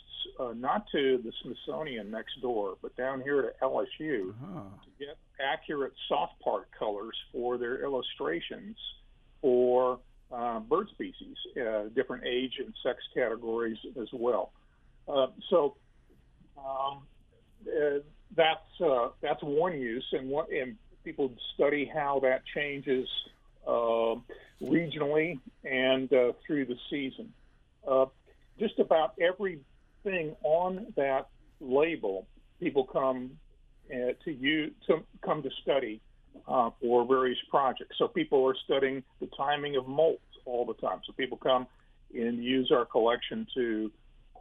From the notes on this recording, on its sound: featuring live callers